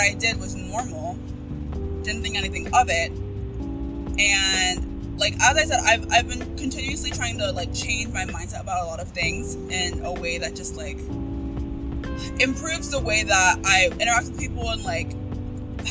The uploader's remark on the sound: CarTalk. This episode and the next one have some background noise. I don't script or re-record episodes.